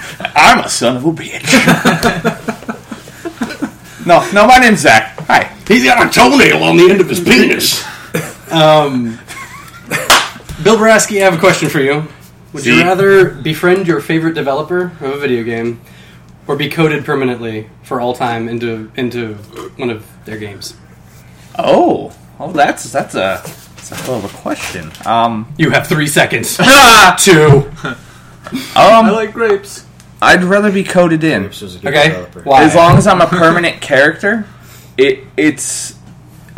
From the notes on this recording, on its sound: Better audio quality and hopefully no audio corruption. We did experience some serious audio corruption in this cast yet again, and beg your forgiveness for any that slipped through.